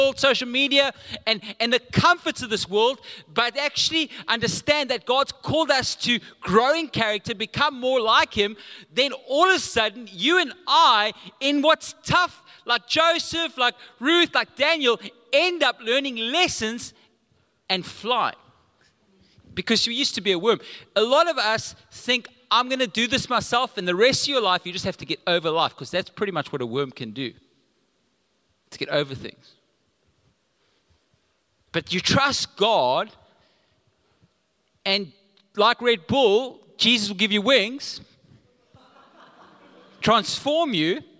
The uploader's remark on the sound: Recorded live on Sunday the 17th July 2022.